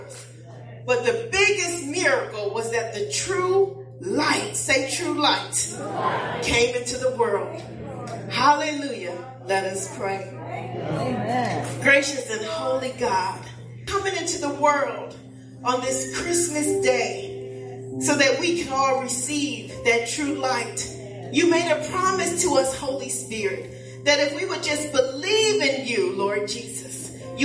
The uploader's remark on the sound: Praise and Worship Service